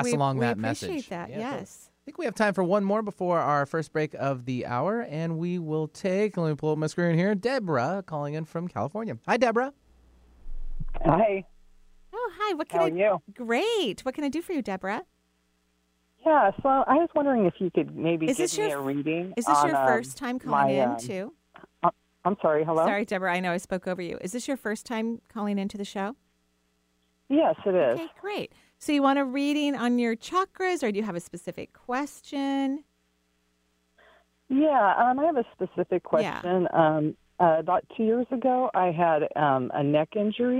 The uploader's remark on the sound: This call in show.